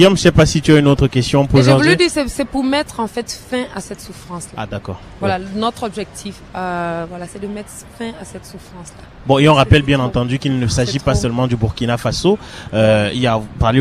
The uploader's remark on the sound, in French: En direct de Niagara Falls: Bike for Africa avec Brussels Airlines, le 07 Octobre 2017